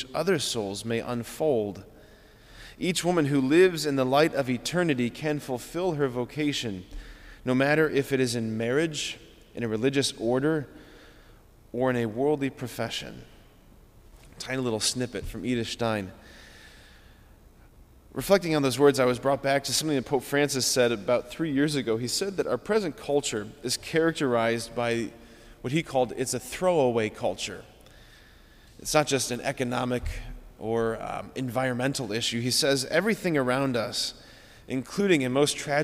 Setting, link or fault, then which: setting, large echoing room